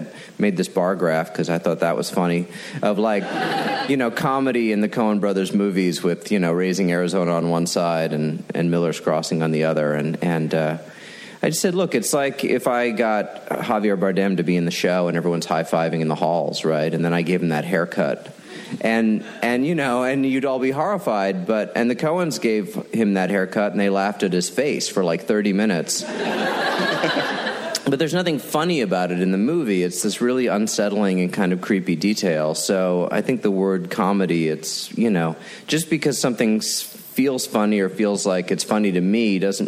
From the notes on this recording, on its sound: From ATX Television Festival. Recorded June 6, 2015 at ATX.